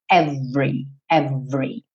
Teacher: A pronúncia padrão é essa segunda que aparece aqui com o Ezinho do meio pintado de cinza, porque ele não vai ser pronunciado, e aí você vai ter every, every, tá? Do V vai direto para o R.